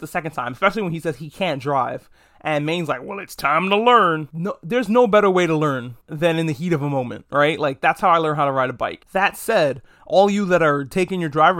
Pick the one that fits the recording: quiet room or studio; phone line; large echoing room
quiet room or studio